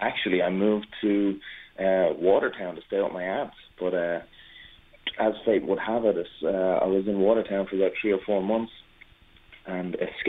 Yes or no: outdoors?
no